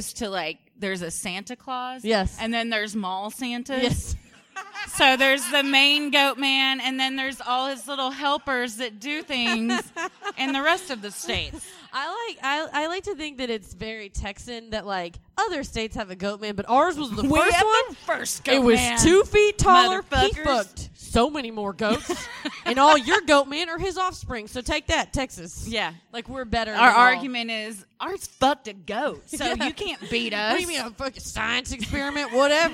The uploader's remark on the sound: (LIVE SHOW)